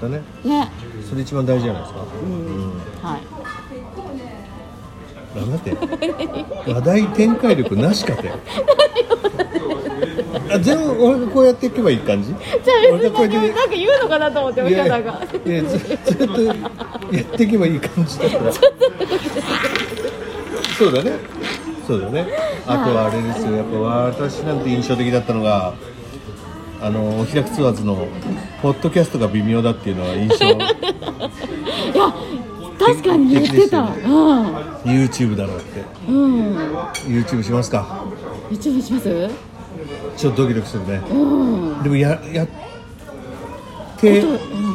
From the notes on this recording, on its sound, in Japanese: 最後の収録を某ファミリーレストランにて